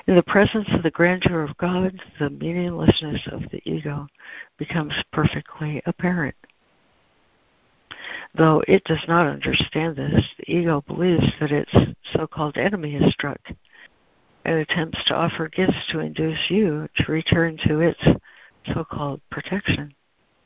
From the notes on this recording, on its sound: ACIM Daily Conference Call